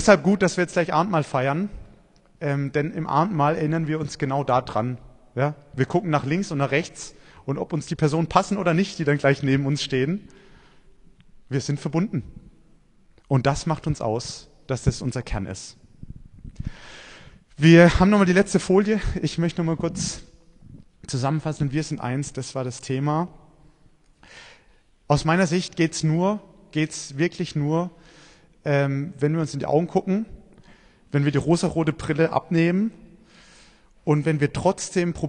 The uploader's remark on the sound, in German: Predigt beim Buß- und Bettag in Kraichtal 2023